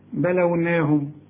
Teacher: إنا، شوف النون الثانية دي، بلوناهم ما فيهاش غن عشان ما فيش الشدة. إنا بلوناهم، وكل من خد بالك ساكنة لا تغن.